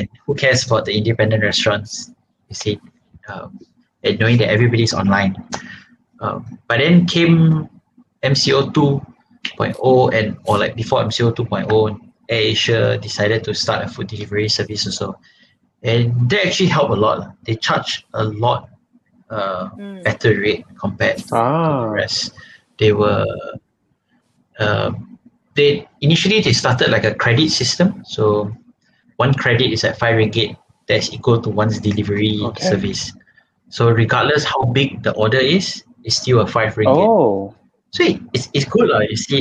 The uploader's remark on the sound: This episode was recorded remotely so we are so sorry about the poor quality audio